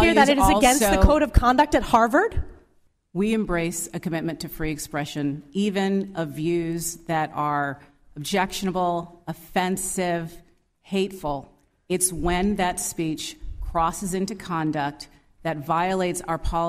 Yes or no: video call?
no